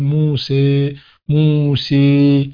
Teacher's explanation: الإمالة أيضا حركة إضافية نعم هي الأخرى، لأنك لم تفتح ولم تكسر، مثلا موسي موسي.